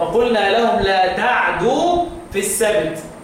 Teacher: هسكن العين وخفف الدال